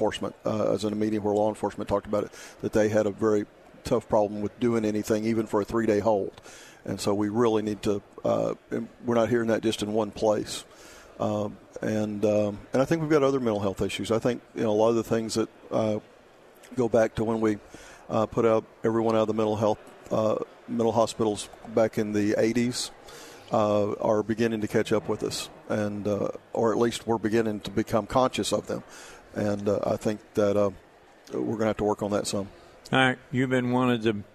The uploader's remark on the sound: Live at the State Capitol for Filing Day